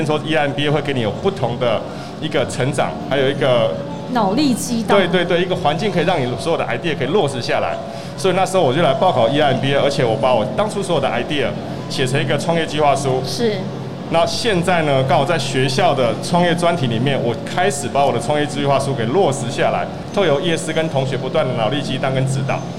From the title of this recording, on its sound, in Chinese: 2021 Energy Taiwan智慧能源週-Live Podcast